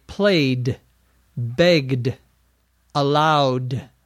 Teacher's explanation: If the sound before the ED is voiced, in words such as beg, put your fingers to your throat and say the word beg, you'll hear the g sound vibrating or moving in your throat. Words that end in a voiced sound, such as beg or allow or play, use the d.